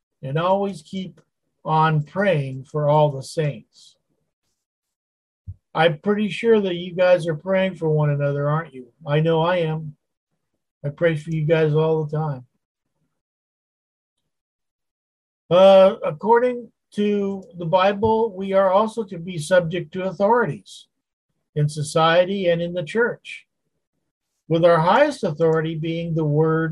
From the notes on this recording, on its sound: Wednesday Zoom study